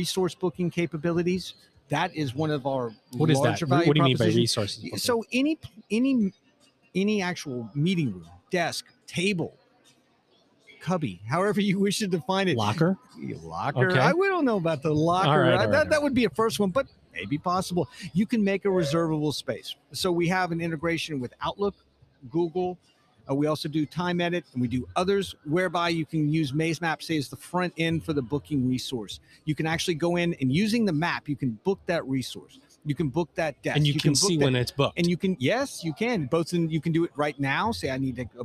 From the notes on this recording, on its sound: This episode was recorded LIVE at Ellucian's #eLIVE23 conference in New Orleans!